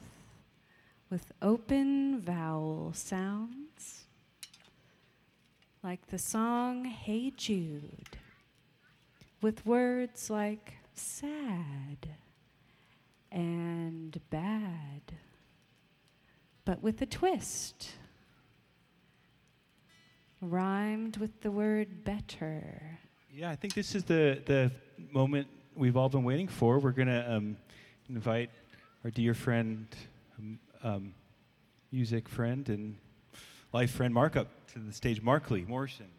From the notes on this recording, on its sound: All recorded in front of an audience behind the Historic Carnegie Library in Olympia.